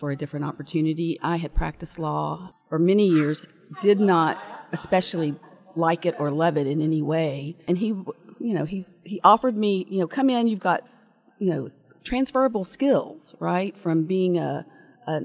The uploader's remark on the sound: Live at IAMC Spring Conference